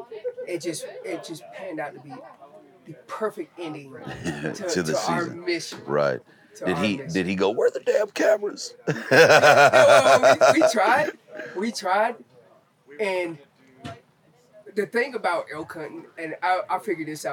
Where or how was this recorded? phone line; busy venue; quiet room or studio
busy venue